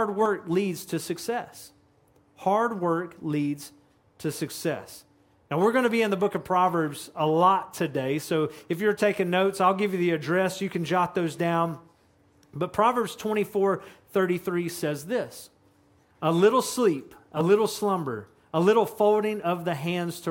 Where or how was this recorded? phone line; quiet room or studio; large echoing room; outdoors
large echoing room